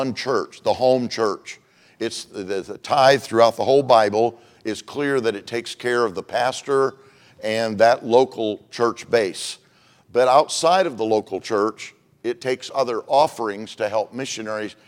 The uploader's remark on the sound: Monday evening service of 2023 Missions Conference. At Community Baptist Church in Riverhead, NY.